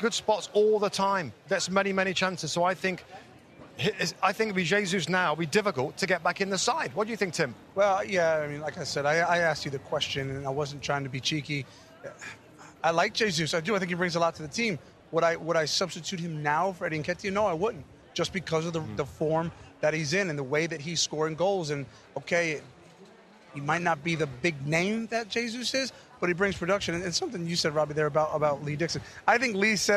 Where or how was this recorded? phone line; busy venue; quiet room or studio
busy venue